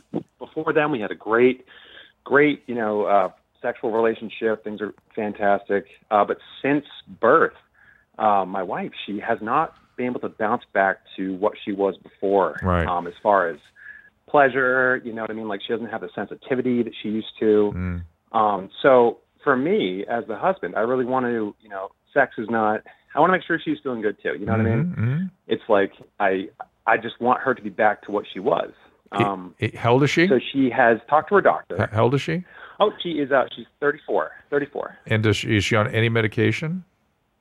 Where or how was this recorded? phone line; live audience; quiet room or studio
phone line